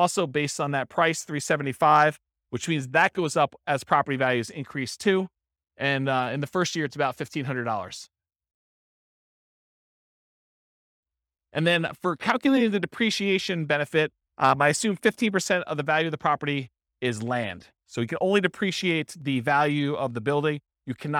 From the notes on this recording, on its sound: This was a live class recorded